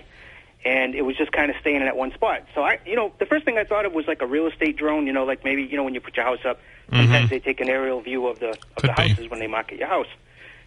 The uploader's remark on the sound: take calls from the audience